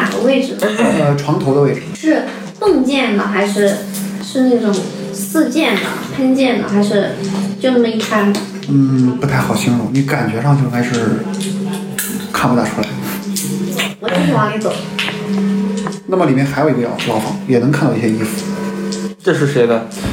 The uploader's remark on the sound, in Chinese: 因为这次跑团时录制的设备并不专业，再加上环境和大家散座的位置，音质会比较差，调试之后改善不大。